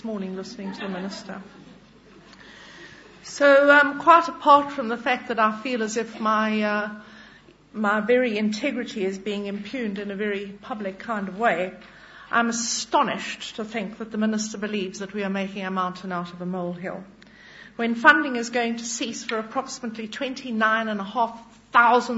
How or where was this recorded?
large echoing room